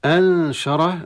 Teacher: النون الساكن أنشر، إخفاء عند الشين بالغنة والراء تفخم